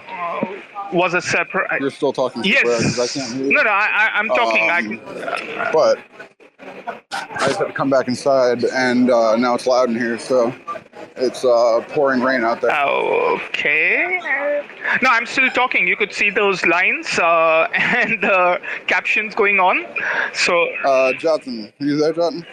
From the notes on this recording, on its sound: live from Cosmoverse 2022